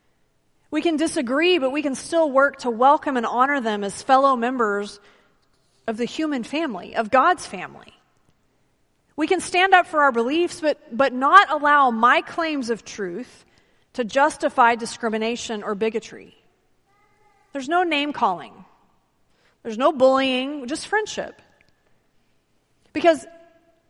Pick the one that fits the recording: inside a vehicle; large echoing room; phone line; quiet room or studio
large echoing room